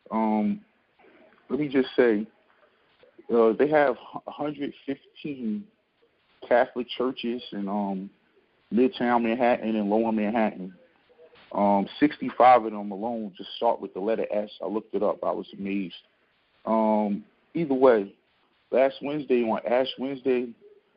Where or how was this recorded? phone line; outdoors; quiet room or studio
phone line